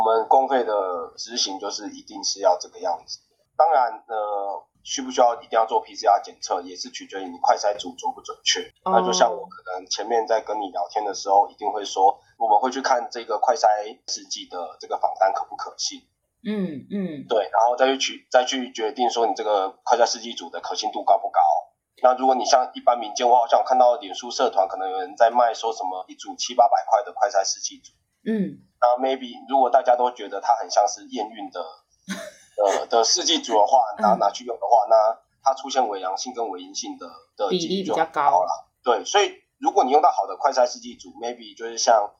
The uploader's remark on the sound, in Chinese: 線上錄音